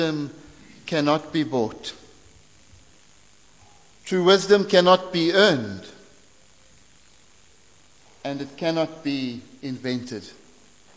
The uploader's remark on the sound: preached at St Marks Methodist, Cape Town